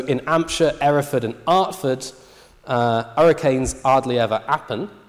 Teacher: the natural tendency here is to drop the H · Term: dropping of the H